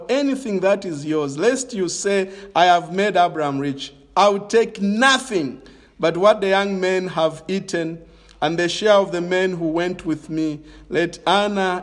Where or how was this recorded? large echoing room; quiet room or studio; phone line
large echoing room